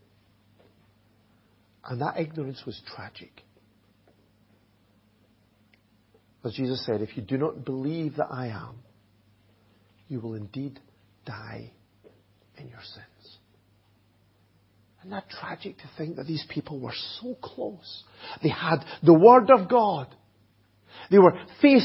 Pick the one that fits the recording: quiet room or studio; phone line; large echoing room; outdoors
large echoing room